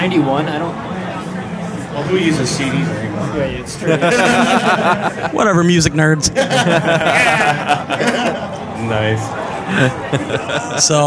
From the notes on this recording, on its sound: Round Table discussion right from the show floor at the 2009 Midwest Gaming Classic.